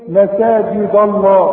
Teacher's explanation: فالدال دي هتفخم منك غصب عنك. ليه؟ عشان جنبها لفظ الجلالة